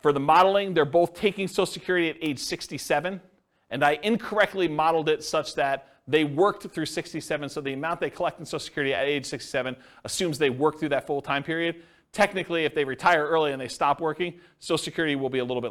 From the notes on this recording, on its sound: This was a live class recorded